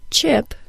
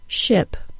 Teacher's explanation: French speakers tend to create just the released sound and not the entire affricate. · Shown in: second take · This means that the word chip is pronounced as ship.